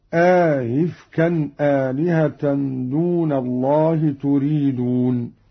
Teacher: قرأ قالون بإدخال ألف بين الهمزتين مع تسهيل الثانية